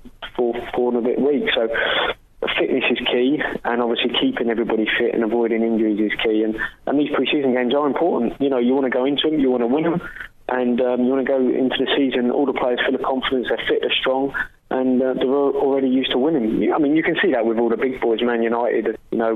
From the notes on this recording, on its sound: joins us on the phone